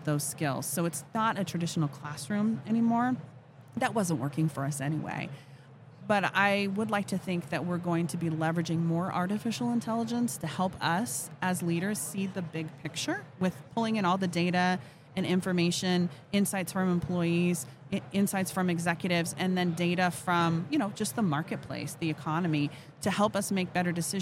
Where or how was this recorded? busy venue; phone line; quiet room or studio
busy venue